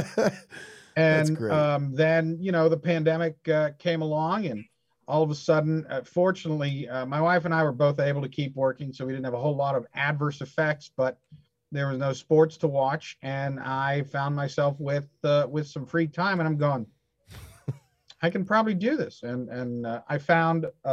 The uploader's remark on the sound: First we have a zoom call with writer. I’ll be joined for this interview via zoom.